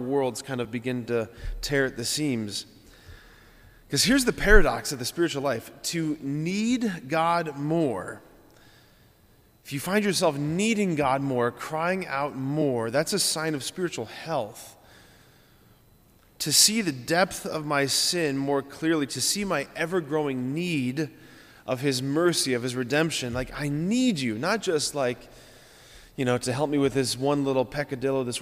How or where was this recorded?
large echoing room